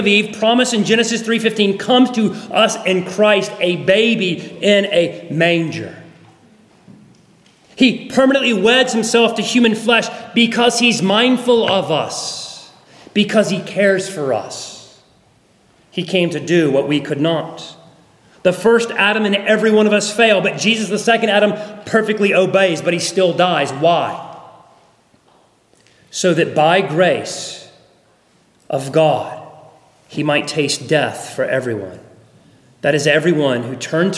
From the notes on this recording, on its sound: at Arlington Baptist Church in Arlington, Virginia